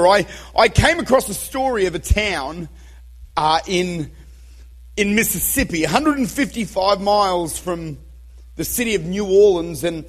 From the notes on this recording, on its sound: Recorded at Redeemer Church, Utica, New York.